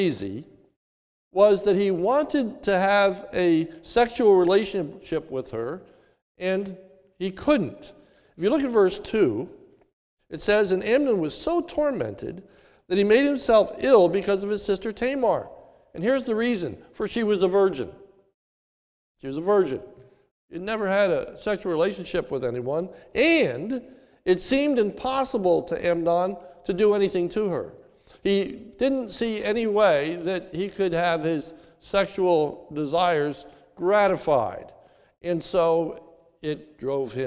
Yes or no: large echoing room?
yes